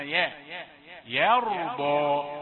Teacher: فرق بين الياء المرققة يا والراء المفخمة